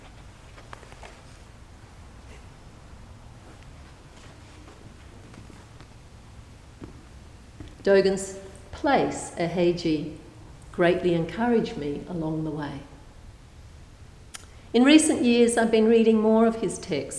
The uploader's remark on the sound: A Thursday night talk delivered at St Paul's on the 2nd of June, 2016.